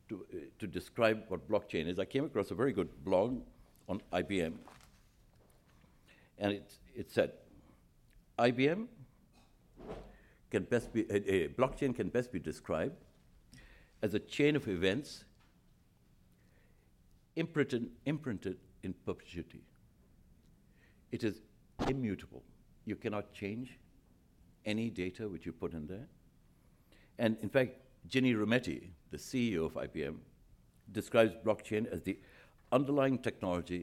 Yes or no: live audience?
yes